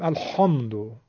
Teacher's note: حالا اگه بگیم الحمدو بوی خ میگیره، افراط هست